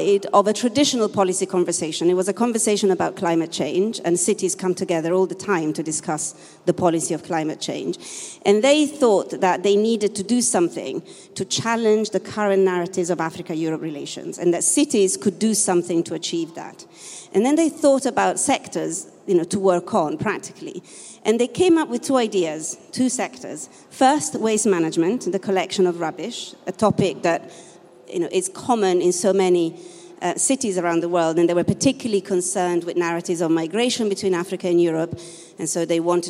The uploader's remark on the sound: Today’s episode was recorded during the last Milano Design Week in a panel discussion